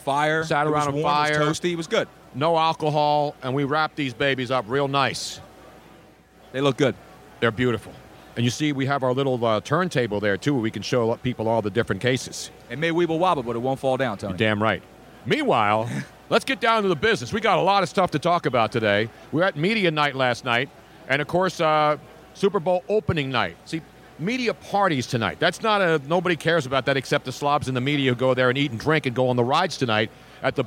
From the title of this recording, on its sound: LIVE from #SuperBowl52 Radio Row in #Minnesota at #MallOfAmerica